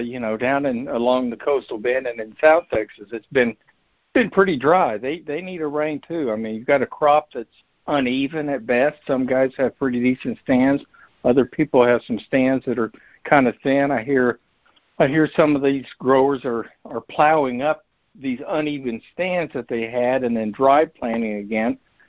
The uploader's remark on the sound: Apr 2021 Monthly Conference Call